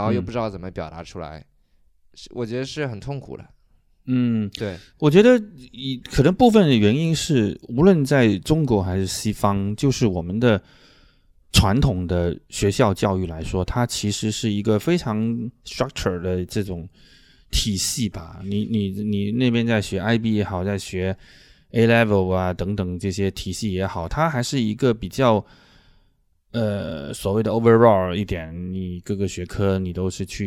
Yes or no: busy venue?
no